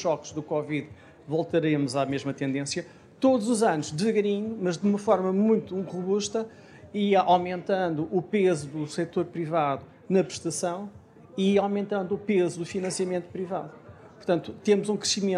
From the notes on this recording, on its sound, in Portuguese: Ouça o debate, que foi gravado ao vivo no lançamento do ensaio. Na Feira do Livro de Lisboa.